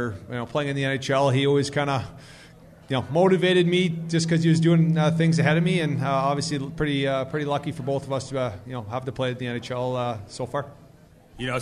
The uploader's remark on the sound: Live at Hot Shots in St.